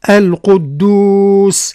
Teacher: هو الملك القدوس، هنا تفخيم القاف وترقيق بقية الأحرف